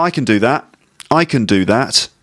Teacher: the weak form of can with a schwa sound